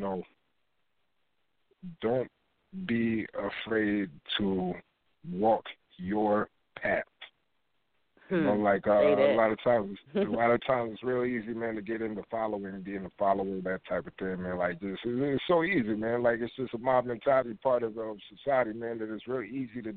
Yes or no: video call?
no